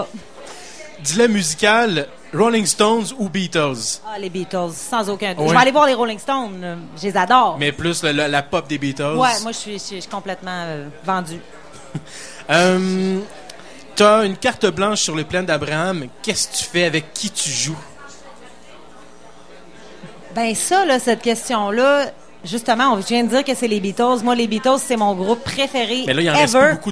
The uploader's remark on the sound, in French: Dans le cadre du Festival d'été de Québec sur les ondes de CKRL 89,1 en direct du bar Le Sacrilège.